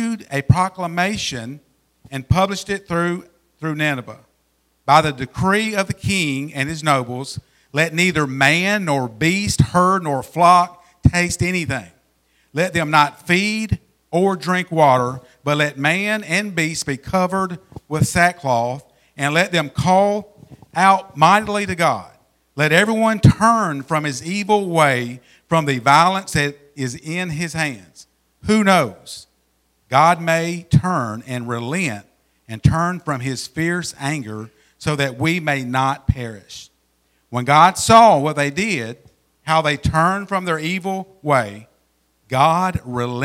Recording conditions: large echoing room